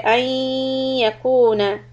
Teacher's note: make it nasal, hold the sound, two harakat · Term: Idgham bidghunna